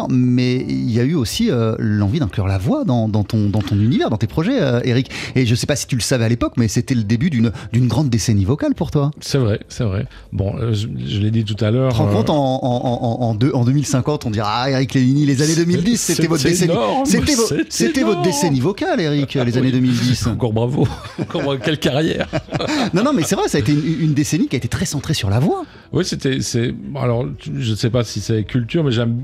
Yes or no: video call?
no